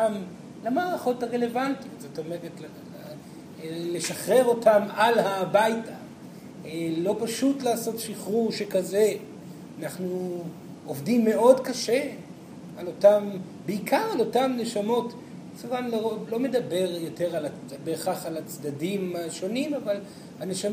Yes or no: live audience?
yes